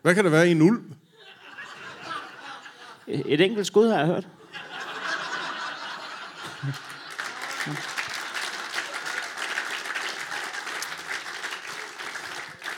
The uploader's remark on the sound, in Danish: LIVE fra Herning